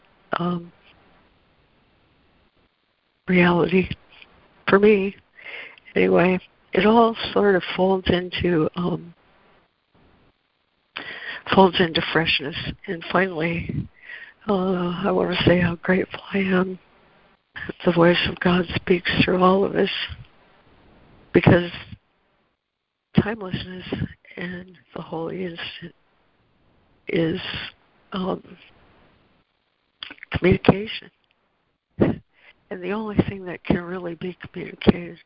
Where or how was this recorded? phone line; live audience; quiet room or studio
phone line